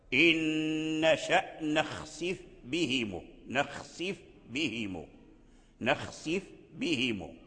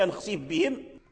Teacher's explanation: تلتصق رؤوس أسنانك عند ظاهر شفتك في الفاء، ثم تنتقل مباشرة إلى إطباق الشفتين عند الباء · Shown in: first take · Term: الإظهار